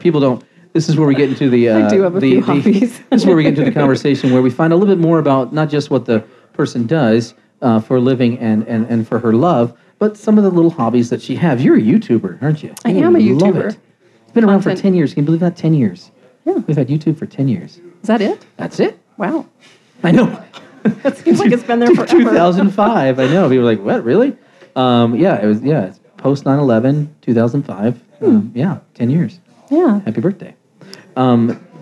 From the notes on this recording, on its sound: Live From The Denver Press Club - Radio Podcast. This radio program/podcast includes a 30-minute meet-and-greet session, then a one-hour recording of the show.